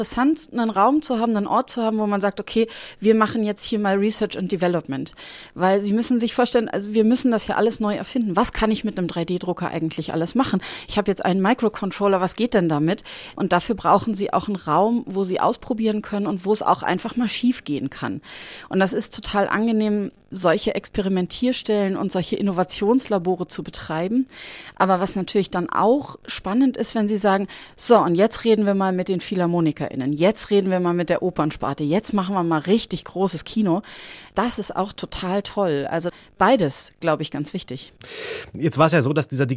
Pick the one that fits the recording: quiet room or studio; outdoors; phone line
quiet room or studio